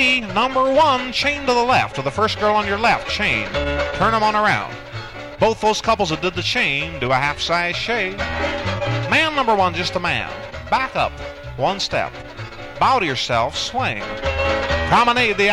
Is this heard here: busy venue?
yes